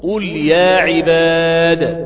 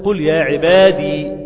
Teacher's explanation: بقلقلة حرف الدال محذوفة الياء فيها مش ثابتة · Shown in: first take · اوعى تقف عليها تقول قل يا عبادي، غلط.